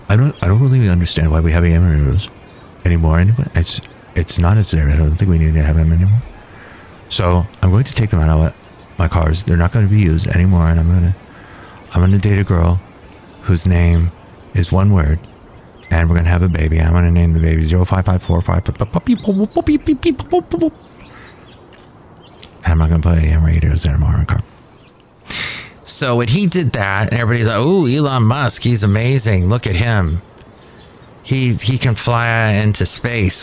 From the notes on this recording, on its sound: podcasts live from Cafe Anyway